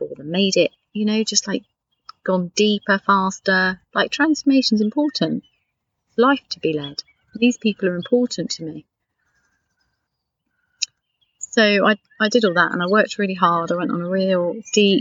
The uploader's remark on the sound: This episode was recorded in my garden, just because I can.